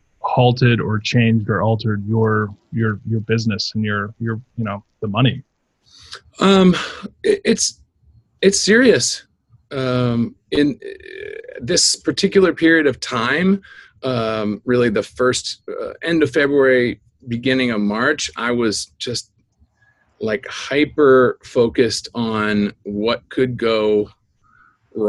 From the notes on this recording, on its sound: In our first Zoom PRO EDU Photography Podcast interview